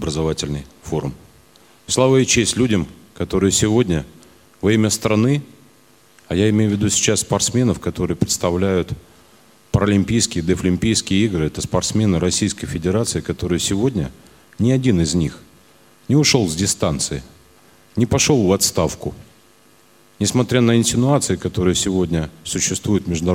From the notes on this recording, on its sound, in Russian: В Евпатории состоялось открытие Всероссийского образовательного реабилитационного форума «Крымская осень-2016». Предлагаем вашему вниманию аудиозапись торжественной церемонии. Запись прямого эфира.